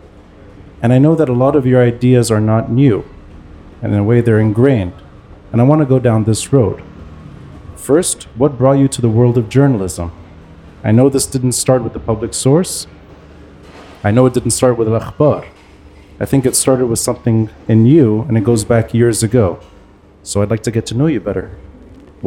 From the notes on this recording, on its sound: Live Video. Recorded live at Aaliya’s Books.